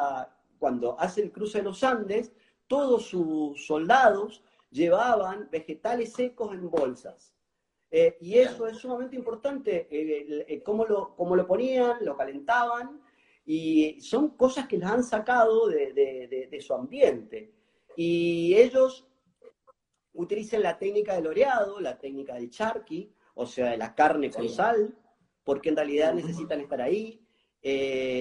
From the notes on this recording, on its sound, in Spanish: Audio de la charla en VIVO por Instagram